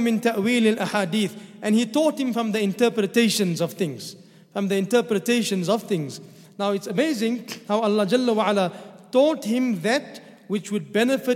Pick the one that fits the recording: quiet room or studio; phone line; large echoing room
large echoing room